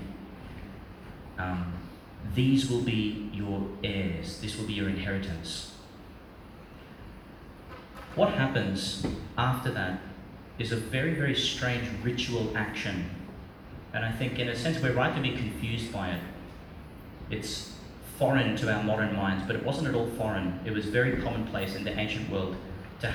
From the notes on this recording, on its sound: Homily for the Second Sunday of Lent, 2022, delivered in Our Lady Star of the Sea, Gladstone, Qld.